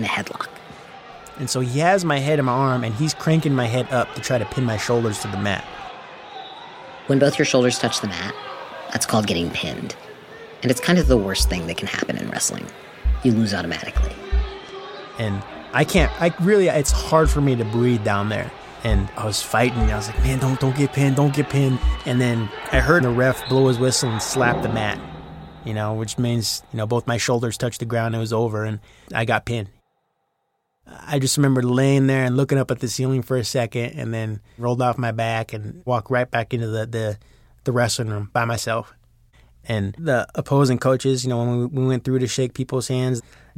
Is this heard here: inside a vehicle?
no